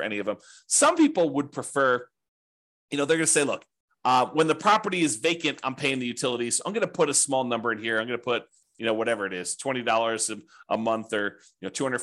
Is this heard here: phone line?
no